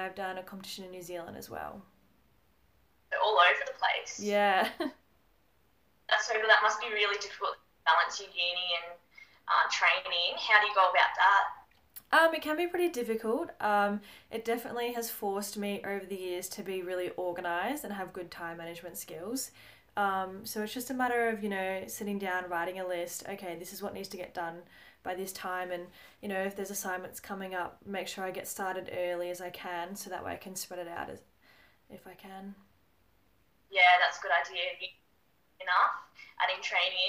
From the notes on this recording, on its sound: I had a live Instagram chat with DeakinACTIVE